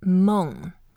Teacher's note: 梦 is also fourth tone. You go down.